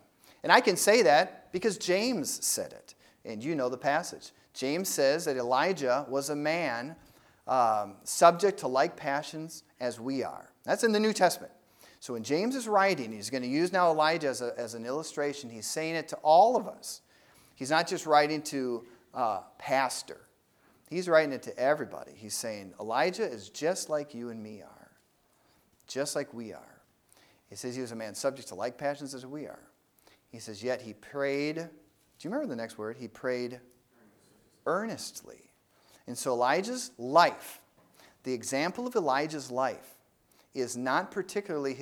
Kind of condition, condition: setting, large echoing room